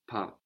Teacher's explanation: But it has just one S, and that S is silent, as we hear now.